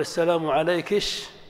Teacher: أو إتباع الكاف شينا · Term: الكشكشة